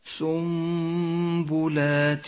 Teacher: وأخيرا حكم الإقلاب في كلمة سنبلات، النون الساكنة وبعدها حرف الباء، تقلب النون إلى ميم، لونت النون باللون الرمادي إشارة إلى عدم نطقها، وكتبت فوقها الميم وقد لونت باللون الأخضر لأنها تحتاج إلى غنة زمنها حركتان.